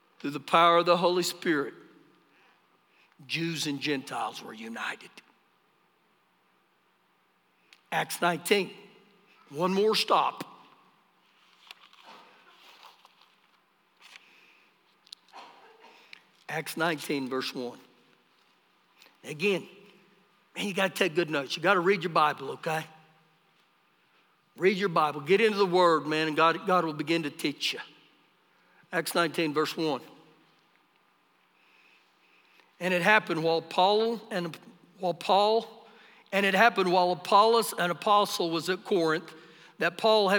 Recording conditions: large echoing room